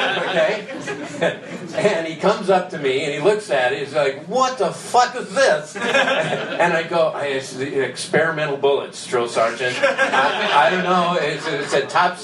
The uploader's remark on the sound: does his very first stand-up routine at an open mic night